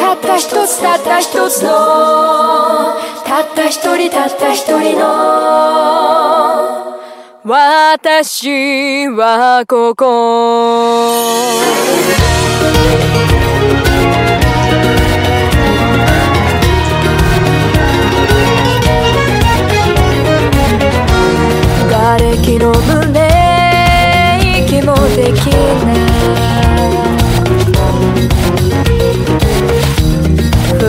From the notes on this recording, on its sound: Welcome to our first podcast. Sorry about the audio quality.